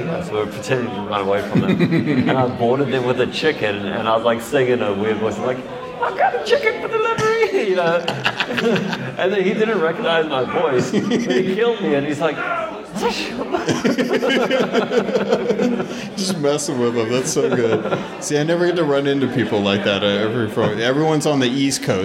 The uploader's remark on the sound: This is the live recording from the Sea of Thieves Fest in the UK. The audio will have a lot of background chatter as we were in a large hall with lots of folks buying and selling props and art.